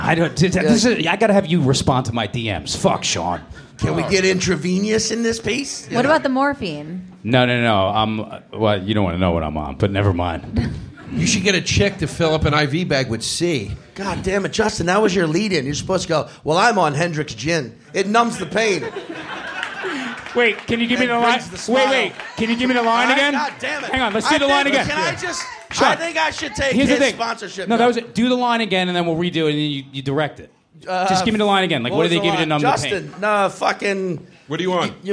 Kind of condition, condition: setting, live audience